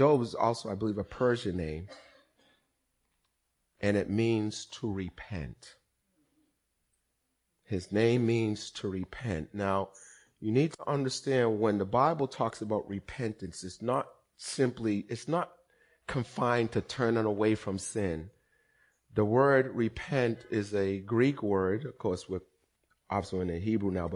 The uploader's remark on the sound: Recorded on 20160417 at the 08:30am Service.